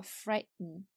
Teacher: 美式英语里这个 t 后面有一个 n，直接接一个 n 的发音，中间呢有时候有个元音也无所谓，都会把 t hold 住